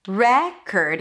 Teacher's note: the re is the primary stress, as in red.